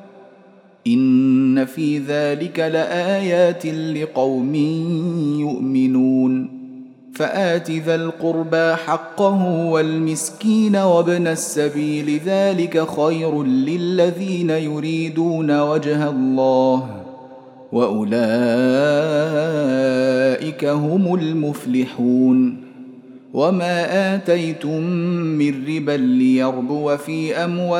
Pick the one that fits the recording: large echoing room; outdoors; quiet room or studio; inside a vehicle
large echoing room